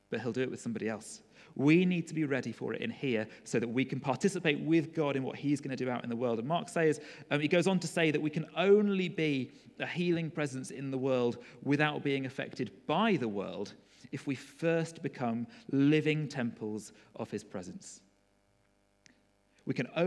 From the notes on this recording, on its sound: Recorded at freedomcentre church, Preston